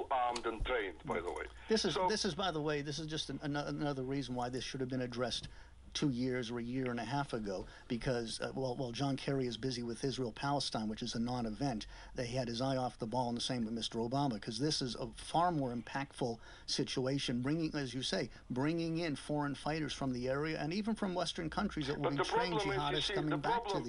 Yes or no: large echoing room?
no